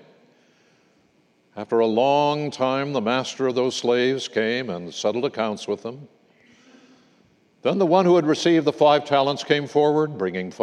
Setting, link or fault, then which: setting, large echoing room